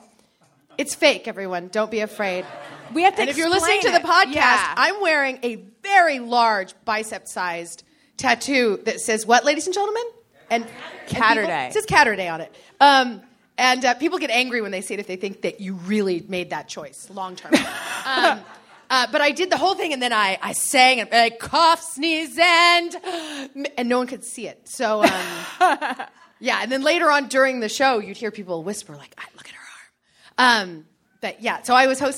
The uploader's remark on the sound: Live from Sketchfest! Recorded live at the Gateway Theatre in San Francisco on January 26, 2020.